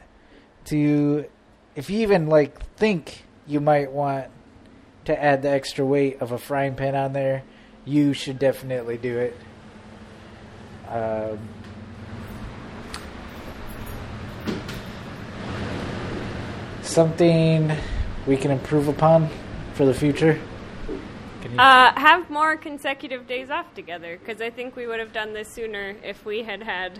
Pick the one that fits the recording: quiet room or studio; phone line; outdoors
outdoors